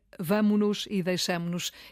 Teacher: O S, cai o S, com o nos cai o S